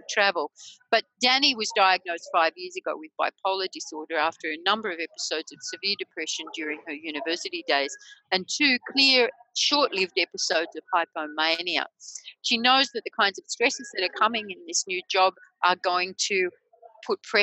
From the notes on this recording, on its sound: In this podcast, based on a recent webinar